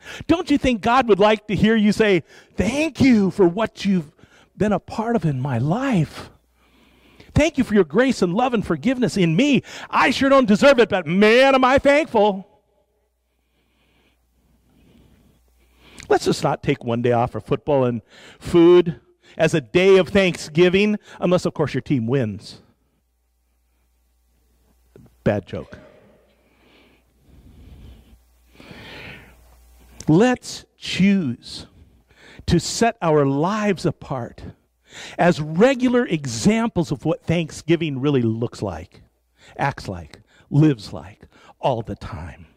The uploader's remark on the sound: live from Sacramento First Church of the Nazarene in 2019